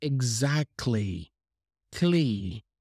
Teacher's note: I'm talking about native speakers of English, but if you pay attention closely, you would hear that they say exactly with a K sound and the L sound directly without pronouncing the T · Now, the word exactly, we have, and if you look at the spelling, we have the C, the T, the L, and then the Y. But we don't pronounce the T.